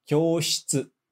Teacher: o shi, né, S-H-I, a gente não vai falar o i, tá? A gente só vai falar o sh, o som de shi.